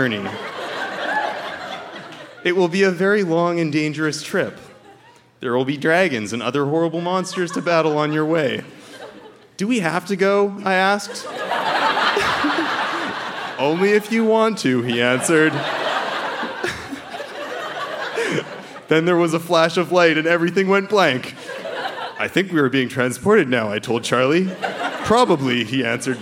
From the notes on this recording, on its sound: Recorded live at the Park Theatre n Winnipeg, MB.